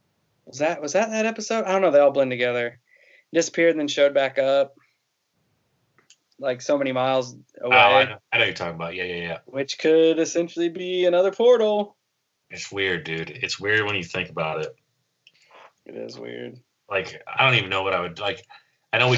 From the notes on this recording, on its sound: On this episode we had to record over Skype so with that being said we apologize for a lesser sound quality.